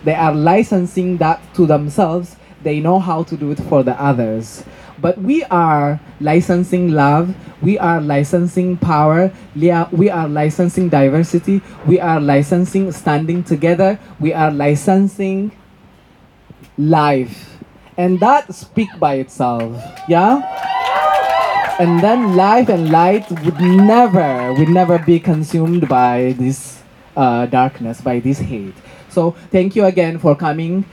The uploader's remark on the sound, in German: Mai 2023 auf der Mariahilfer Straße in Wien an der IDAHOBIT-Demo der Homosexuellen Initiative (HOSI) Wien und des Vereins Intergeschlechtlicher Menschen Österreich (VIMÖ). Unbearbeitete Aufnahme der Reden auf der Abschlusskundgebung am Platz der Menschenrechte. Musik wurde aus urheberrechtlichen Gründen rausgeschnitten.